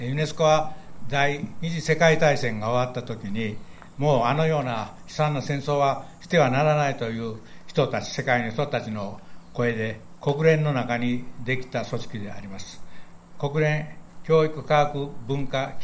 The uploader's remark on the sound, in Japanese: 第15回 戦災死没者追悼献花と平和の鐘を鳴らす式典の現場音声の一部です。南光坊にて。第15回 戦災死没者追悼献花と平和の鐘を鳴らす式典の現場音声の一部です。